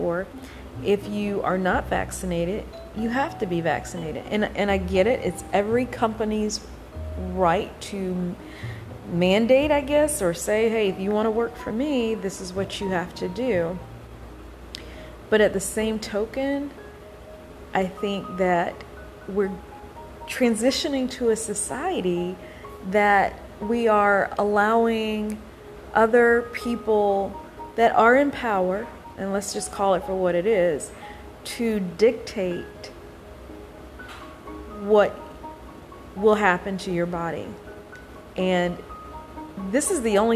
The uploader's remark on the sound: My apologies for the static background noise everyone.